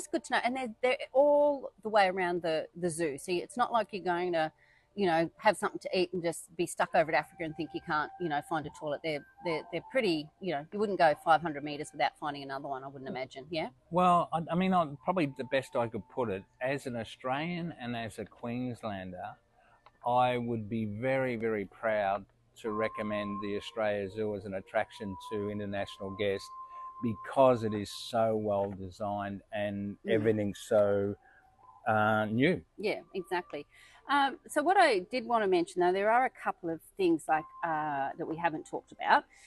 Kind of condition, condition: setting, outdoors